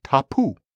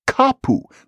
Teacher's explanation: The t became a k because the stops are always moving around.